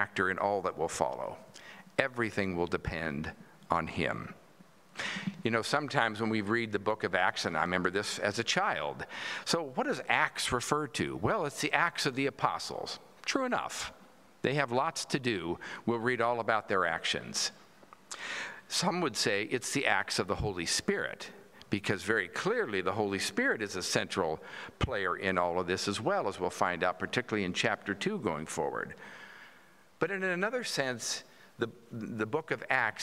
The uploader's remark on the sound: At Pender's Traditional Worship